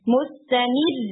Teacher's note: اسٹاپ کرنے میں چونکہ را ساکن سے پہلے کسرہ آگی ہے تو پھر را لائٹ ہوگا